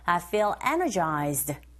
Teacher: 발음했을 때 이 단어의 당세의 위치가 어디 있는지 정확히 아셔야 돼요. Energized가 아니고 첫 번째 강조해줘서 I feel energized 이렇게 발음하시면 됩니다